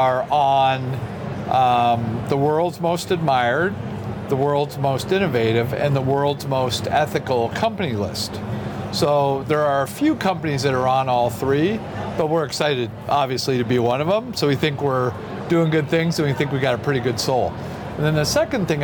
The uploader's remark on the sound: Took its Gartner Marketing Award-winning HR Trends podcast studio on the road (again) to the 2023 HR Technology Conference & Exposition , held October 10–13 in Las Vegas. Unum took its Gartner Marketing Award-winning HR Trends podcast studio on the road (again) to the 2023 HR Technology Conference & Exposition , held October 10–13 in Las Vegas.